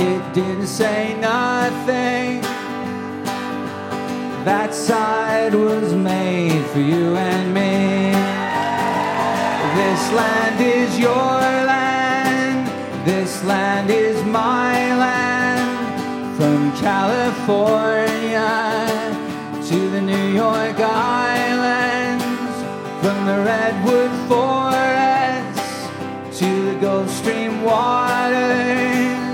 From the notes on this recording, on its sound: before an audience at The Aladdin Theater in Portland, Oregon.